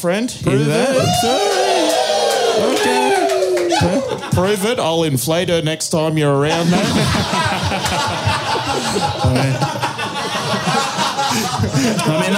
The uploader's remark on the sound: Live Show Melbourne